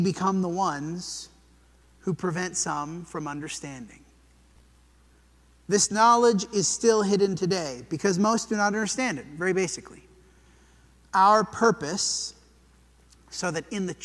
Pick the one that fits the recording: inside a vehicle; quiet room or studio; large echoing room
large echoing room